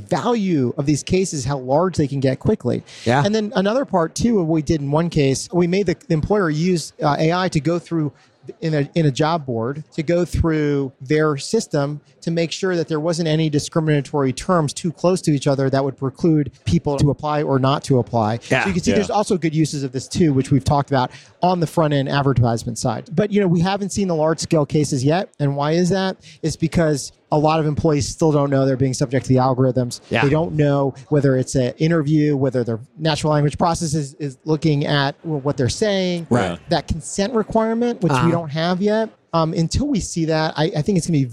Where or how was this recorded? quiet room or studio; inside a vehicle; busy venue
busy venue